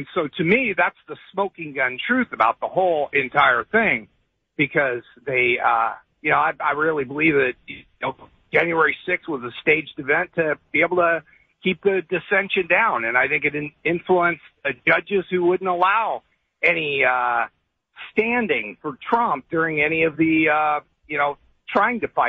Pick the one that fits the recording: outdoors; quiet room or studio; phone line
phone line